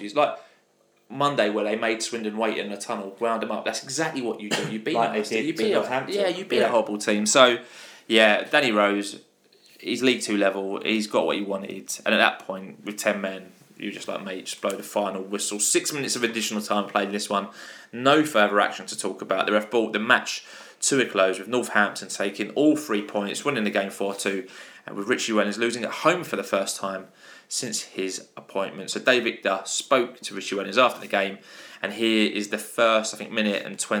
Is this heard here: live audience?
no